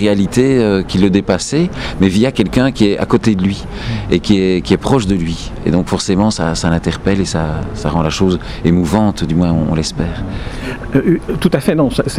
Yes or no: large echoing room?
no